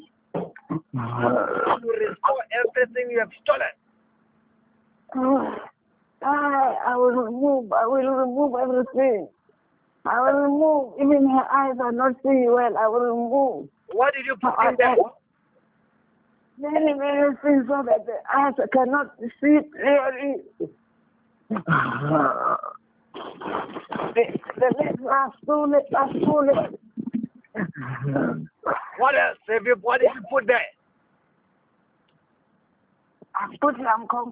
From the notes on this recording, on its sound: Deliverance in Botswana over the phone in JESUS NAME.